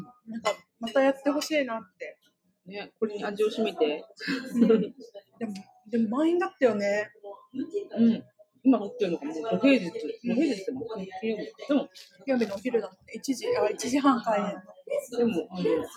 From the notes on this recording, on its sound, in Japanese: 今回は興奮そのままカフェで録音したので、なかなか聞き取りづらいので申し訳ないです…